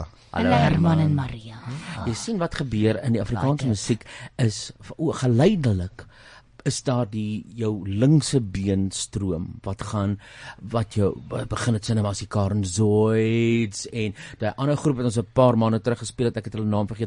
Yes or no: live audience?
no